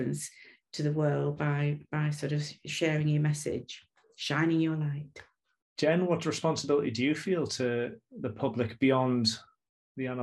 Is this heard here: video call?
yes